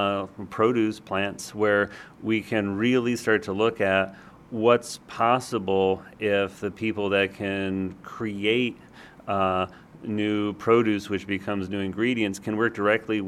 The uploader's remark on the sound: On location in Davis, California at Cucurbitaceae 2018